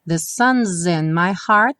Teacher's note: sun's in, o S ganhou um som de Z